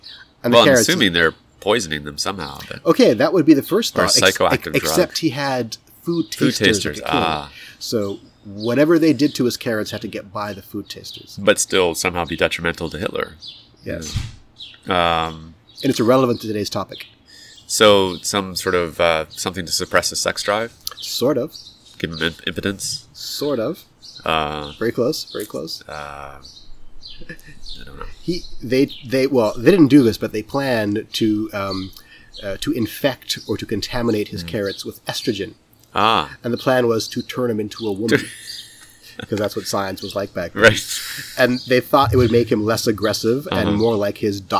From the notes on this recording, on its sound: We recorded this outside, so you will hear sounds of actual nature –squirrels and birds– and the occasional airplane and siren. Which causes a weird warbling noise on the microphone.